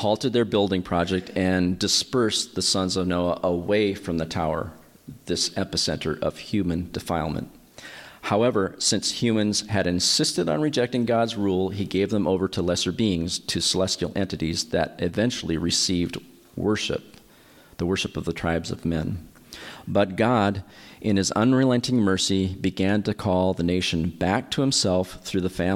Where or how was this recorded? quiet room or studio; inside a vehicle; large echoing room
large echoing room